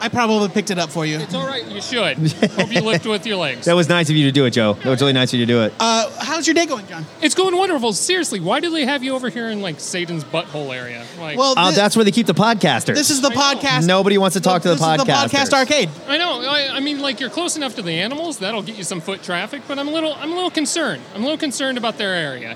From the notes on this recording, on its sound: LIVE from O Comic-Con!